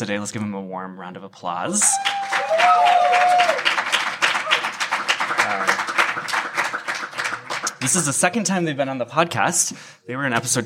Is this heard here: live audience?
yes